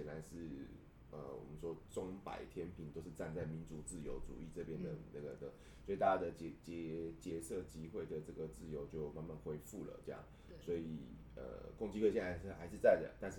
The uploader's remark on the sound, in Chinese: 本次錄音是在一般辦公空間進行，可能有小雜音跟馬路上的喇叭聲，絕對不是在做效果。